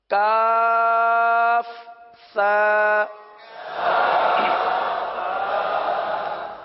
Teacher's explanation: زبان کا سرا اور اوپر کے دانتوں کے اندرونی کنارے، یہاں سے سا ادا ہوتا ہے